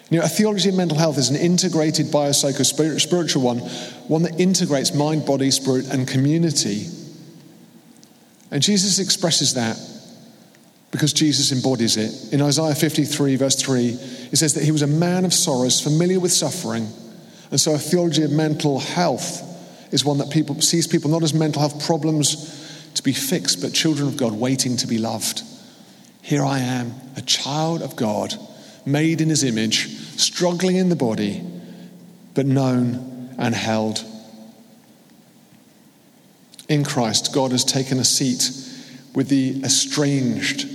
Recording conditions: live audience